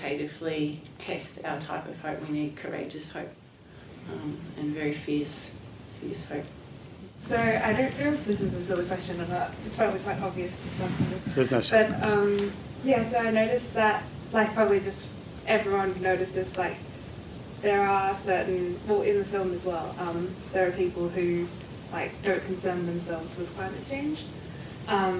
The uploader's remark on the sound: From the Environmental Film Festival of Australia | A post-screening panel from The Hottest August.